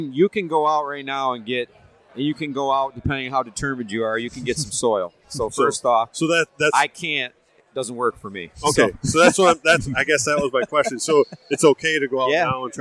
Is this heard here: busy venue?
yes